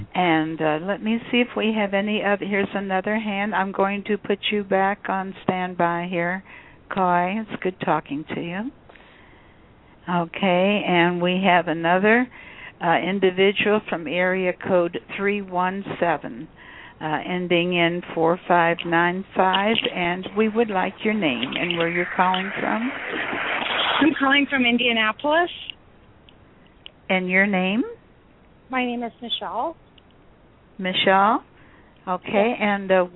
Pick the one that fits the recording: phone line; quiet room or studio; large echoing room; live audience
phone line